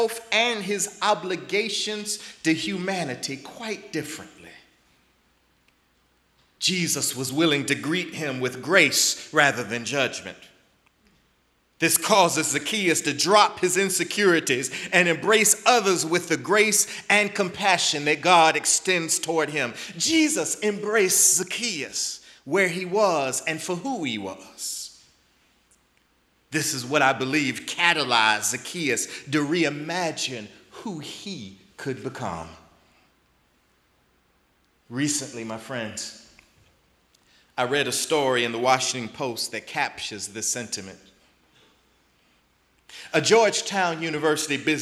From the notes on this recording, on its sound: in the Memorial Church at the Knafel Center